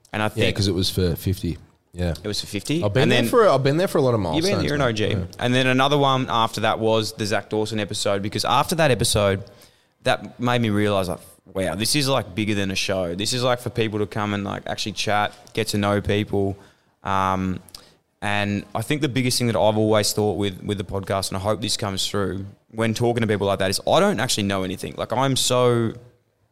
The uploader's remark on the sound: at last minute we were able to pivot and get a show together live at Melbourne Central